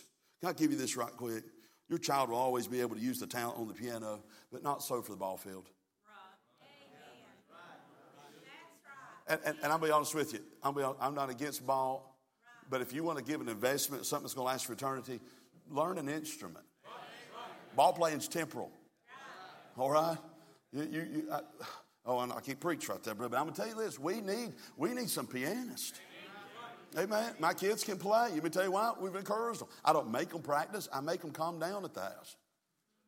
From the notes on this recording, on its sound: from the pulpit of Calvary Baptist Church